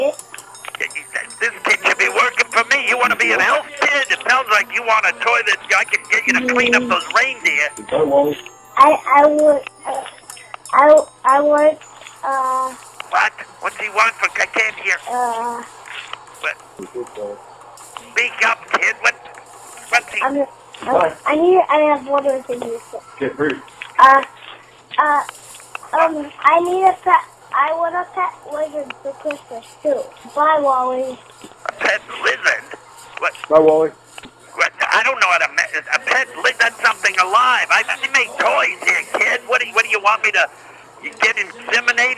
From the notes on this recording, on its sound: children's phone calls